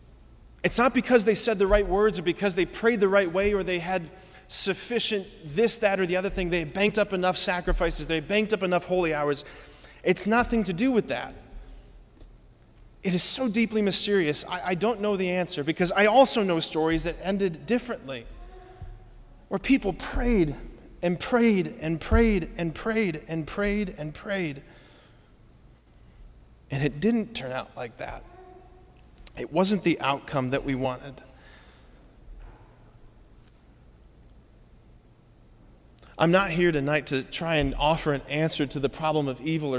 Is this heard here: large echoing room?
yes